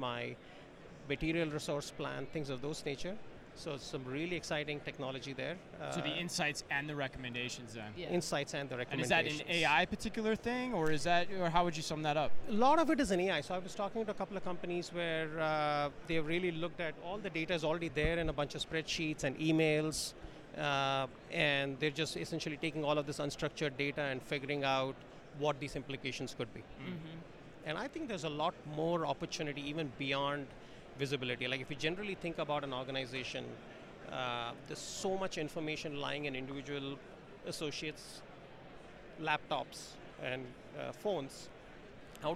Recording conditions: busy venue